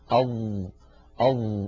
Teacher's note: كما أن الظاء حرف قابل للمط، فهو حرف رخو لأنه ليس من حروف أجد قط بكت ولا من حروف لن عمر. الظاء حرف مستعل لأنه من حروف خص ضغط قض، فعند نطقه يتصعد الصوت إلى الحنك الأعلى